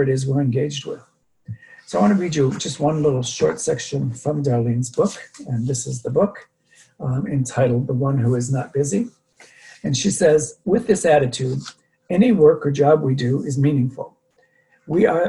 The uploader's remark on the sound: Dharma talk via Zoom.